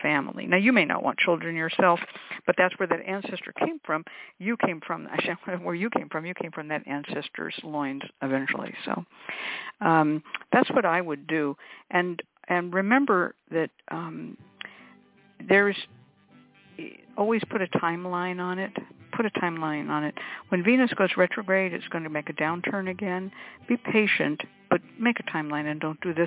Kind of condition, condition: link, phone line